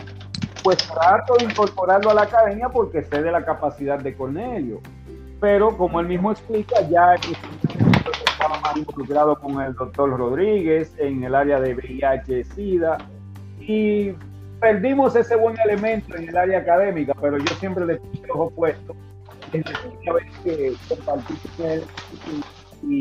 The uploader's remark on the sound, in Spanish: Es el encuentro virtual de una generación de Instructores. Se conservo el audio original sin cortes y preservar ese primer encuentro virtual.